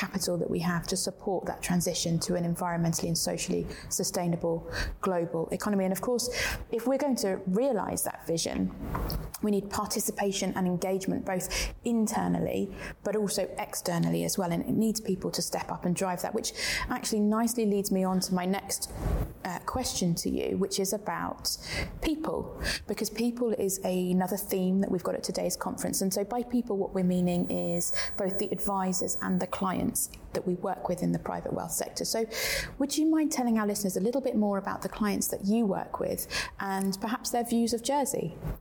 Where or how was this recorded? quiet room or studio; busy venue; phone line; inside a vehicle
busy venue